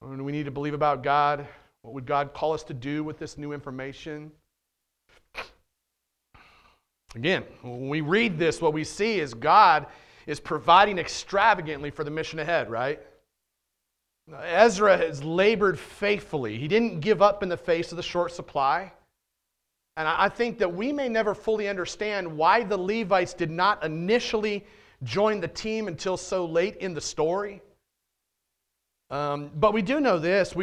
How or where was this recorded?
large echoing room